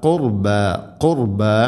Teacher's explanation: ഖുർ റാഇനെ ഉച്ചരിക്കുമ്പോൾ കനപ്പിച്ച് ഉച്ചരിക്കണം. അതേസമയം ഖുർബ എന്നല്ല ഖുർബ ഖുർബ.